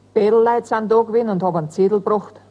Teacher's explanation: Die Wörter mit EL als Endsilbe lassen das T und sogar das TT zu einem ganz weichen D werden.